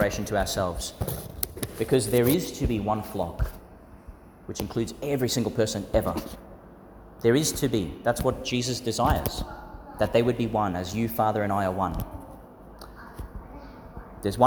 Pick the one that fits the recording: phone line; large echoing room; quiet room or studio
large echoing room